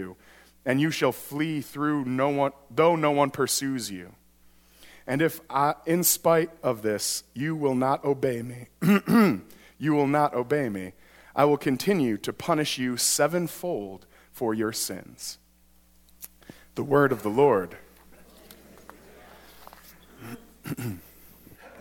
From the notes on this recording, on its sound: during the 9:00 AM service on Sunday January 6, 2019, at First Presbyterian Church of Arlington Heights, Illinois.